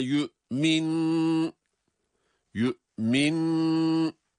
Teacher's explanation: hem şeddeli olması itibariyle tutuluyor hem de nunların sesi duyurulması, okunması gerekiyor.